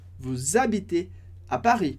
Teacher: Liaison significa ligação, conexão. Então, vous habitez é uma liaison, uma conexão entre a palavra vous e a palavra habiter, que começa com som de vogal A.